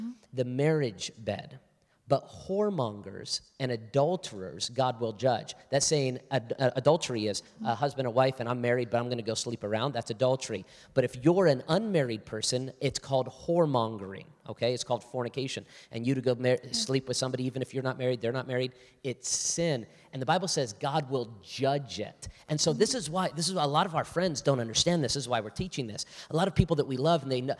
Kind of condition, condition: setting, live audience